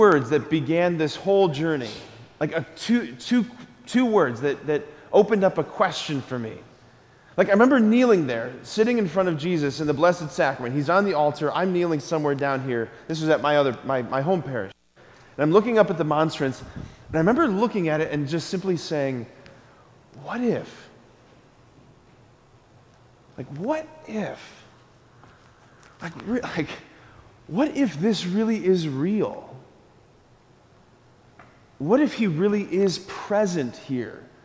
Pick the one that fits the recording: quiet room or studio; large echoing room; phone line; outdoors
large echoing room